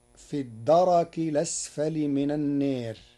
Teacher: قرأ ورش كلمة الدرك بتحريك الراء مفتوحة